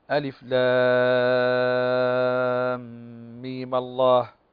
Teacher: فهنا نحرك الميم الثانية بالفتح